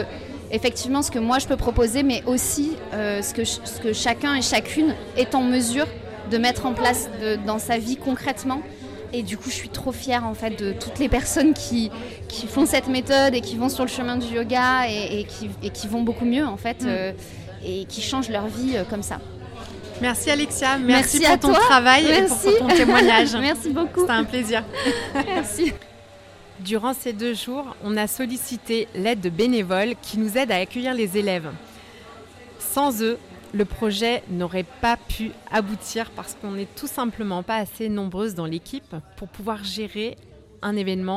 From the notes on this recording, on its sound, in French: Cet épisode a été enregistré en direct du Kind Festival édition 2023.